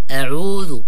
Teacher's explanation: الهمزة لابد أن يبينها بالشكل المطلوب هكذا، يعني مرققة مع فتح الفم، وليس أو، ولا يطولها، يعني يطول حكى الفترة الزمنية يقول أعوذ، لا همزة فقط، أو يعني حركة معينة، أعوذ.